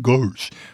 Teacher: might have this intrusive R, as we call it, on the model of warsh